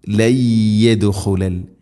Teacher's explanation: സാക്കിന നൂന് ശേഷം യാ, നൂനിനെ യാഇലേക്ക് കൂട്ടി ലയിപ്പിച്ച് മണിച്ചുകൊണ്ട് ഉച്ചരിക്കണം. · Term: ഇദ്ഗാം ബിഗുന്ന